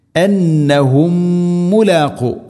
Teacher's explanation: സാക്കിന മീമിന് ശേഷം വീണ്ടും മീം, ഇദ്ഗാം മുതമാസിലൈൻ, മണിക്കണം. ഒറ്റ മീമാക്കി ഉച്ചരിക്കണം.